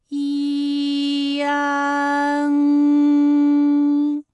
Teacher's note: 舌尖迅速移到上齿龈，最后抵住上齿龈，做出发鼻音呢的状态